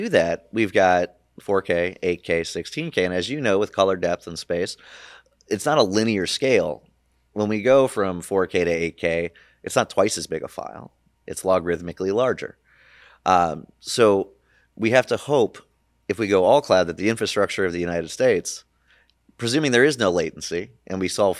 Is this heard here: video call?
no